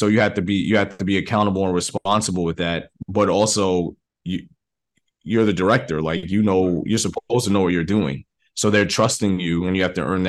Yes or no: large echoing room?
no